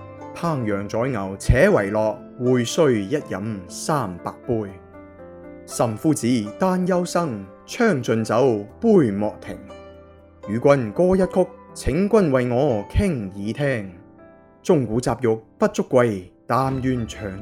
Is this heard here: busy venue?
no